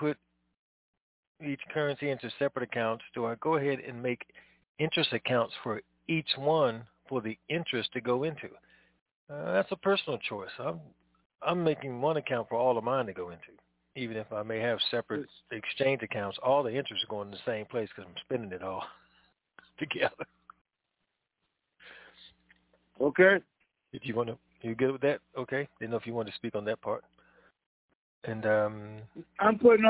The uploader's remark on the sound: TNTSuperfantastic Conference Call